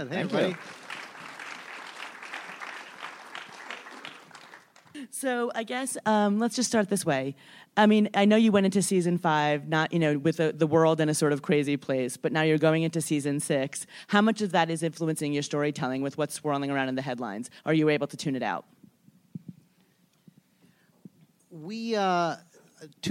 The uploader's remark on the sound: Recorded at ATX Television Festival